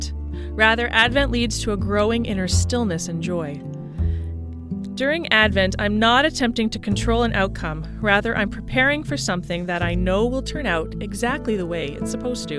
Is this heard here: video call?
no